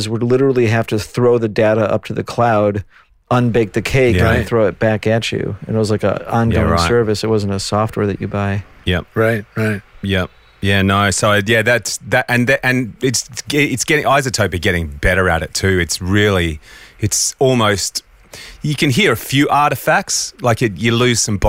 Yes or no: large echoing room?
no